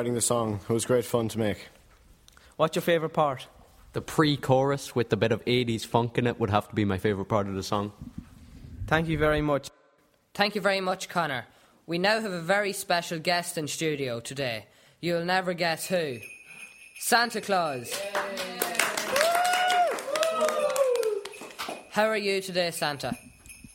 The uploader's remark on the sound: live from Colaiste Rís, Dundalk, Co Louth